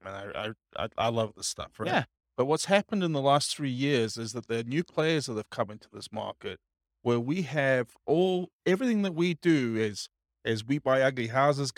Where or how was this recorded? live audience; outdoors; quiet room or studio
live audience